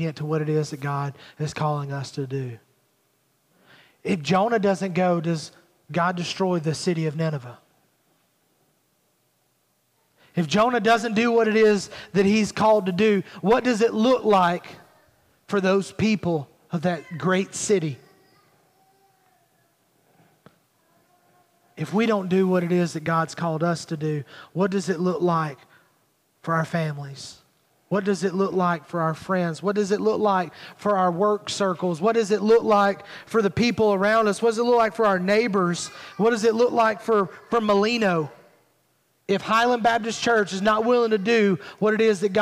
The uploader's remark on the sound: Recorded at Highland Baptist Church Molino FL